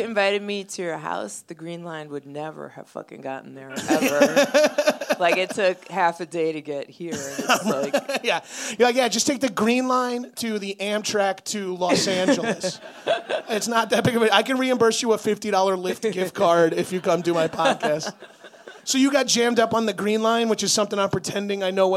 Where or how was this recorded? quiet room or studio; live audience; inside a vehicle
live audience